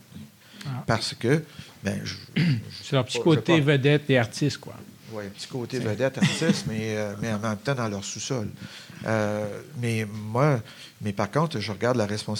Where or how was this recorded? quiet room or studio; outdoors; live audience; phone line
live audience